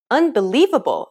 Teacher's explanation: When you say the word unbelievable, for example, do you notice how the li is accentuated? That's because it's pronounced longer and louder than any of the other syllables.